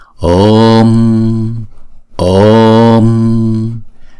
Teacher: chữ o là diphthong, chúng ta đọc hai nhịp ha.